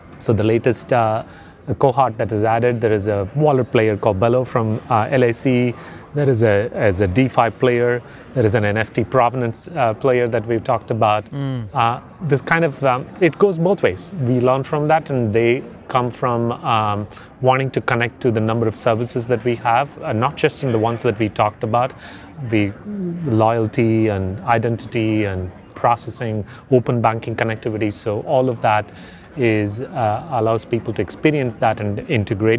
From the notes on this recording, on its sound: Recorded at the Bitcoin 2022 conference in Miami.